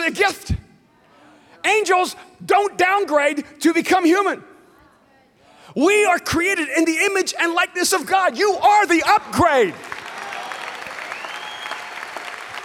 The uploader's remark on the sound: speaks on TBN's Praise at Mosaic Conference